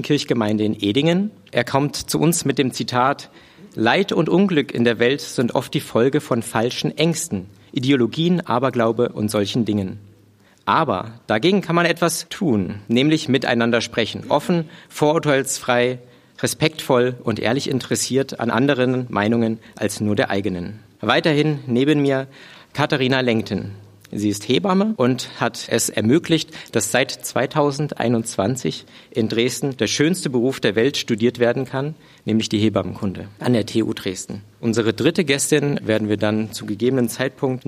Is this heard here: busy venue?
yes